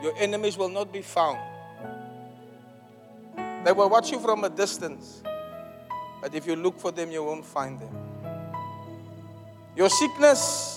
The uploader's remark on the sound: Preached at the Zion Sanctuary, Cape Town